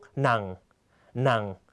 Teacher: เสียงจะต่ำและตกลงในตอนท้ายนะครับ